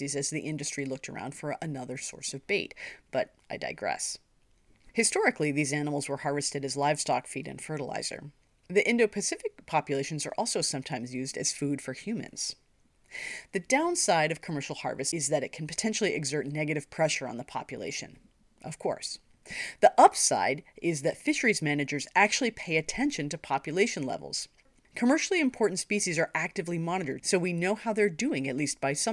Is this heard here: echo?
no